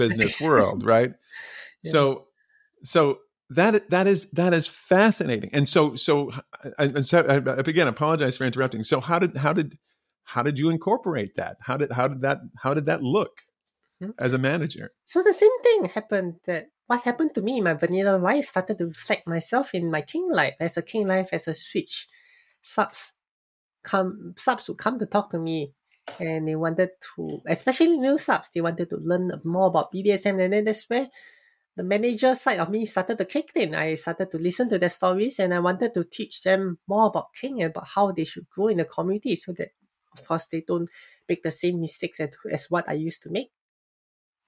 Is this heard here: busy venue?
no